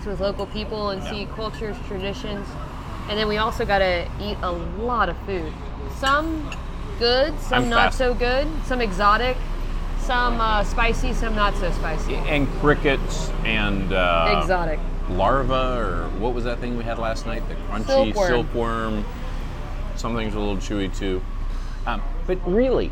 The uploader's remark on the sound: Enjoy the city sounds of Chiang Mai, Thailand whilst the docs enjoy a spicy meal.